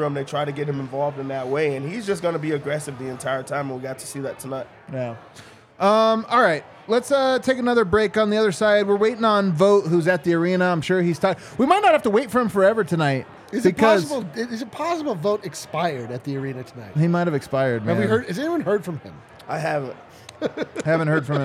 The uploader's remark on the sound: live from the Winner's Lounge at the DNVR bar